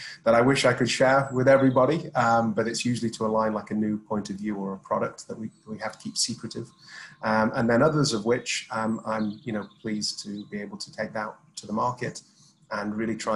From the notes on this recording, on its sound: Filmed over Zoom between the UK and Dubai.